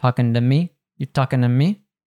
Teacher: Talking to, and we also lose the G on talking.